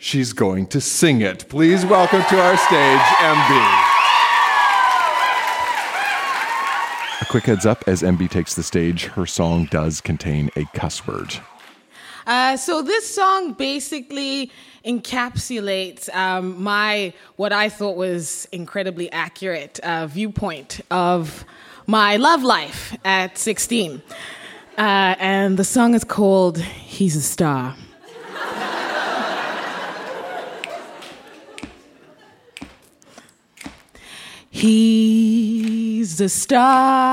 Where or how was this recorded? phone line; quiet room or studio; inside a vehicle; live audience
live audience